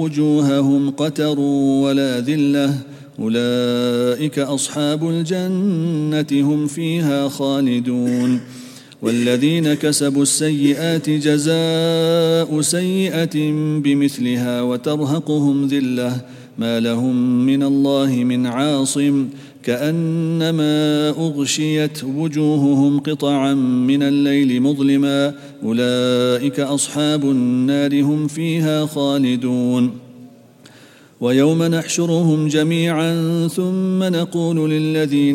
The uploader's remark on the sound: at the Houghton Masjid (West Street)